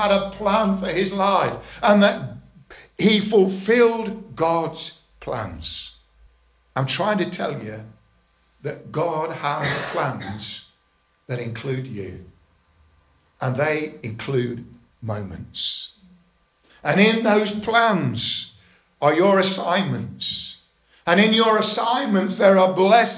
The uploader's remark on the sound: Estuary Elim Church Ashingdon Evening Service. Preaching on 'Live in the moment' at Estuary Elim Ashingdon.